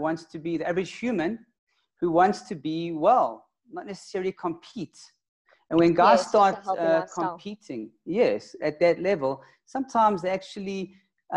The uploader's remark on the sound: LIVE-ZOOM-INTERVIEW made into a podcast